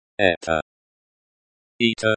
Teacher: stress on the first syllable, sounds like ата